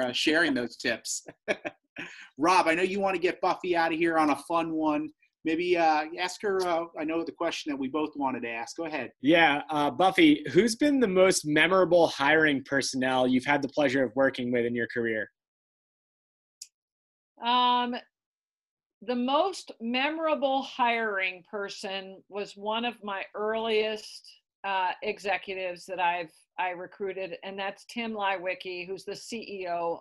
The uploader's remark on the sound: We had the pleasure of zooming in with Founder and President of TeamWork Online